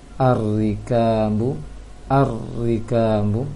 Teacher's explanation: cukup dua getaran saja barangkali untuk mentasdidkan ro-nya.